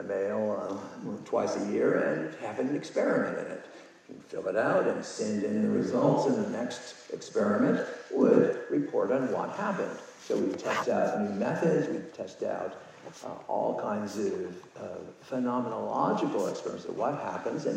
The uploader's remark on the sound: In a rare live interview conducted at the Sedona lucid dreaming retreat, October 2019. The recording was done on a smart phone, so pardon the quality.